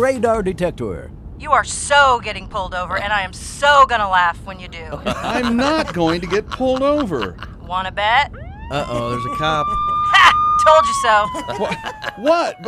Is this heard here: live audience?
no